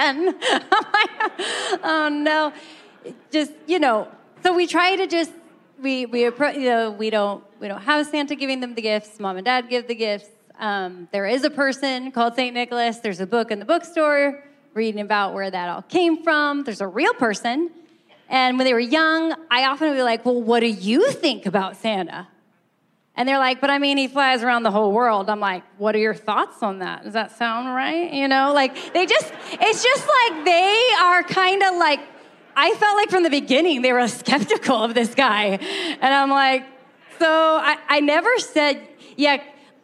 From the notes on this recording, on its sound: Answer live audience questions during the Thrive Marriage Ministry gathering at Compass Bible Church.